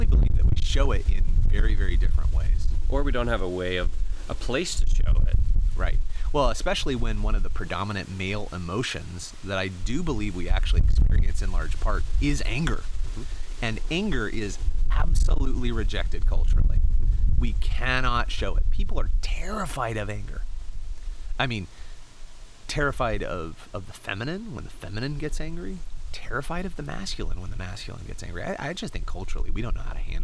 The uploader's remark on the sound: This episode was recorded outdoors, sound quality suffers somewhat.